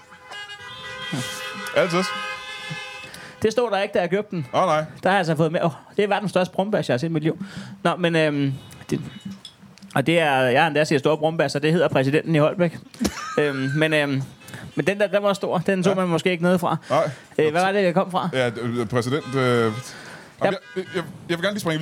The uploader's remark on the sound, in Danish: LIVE fra Roskilde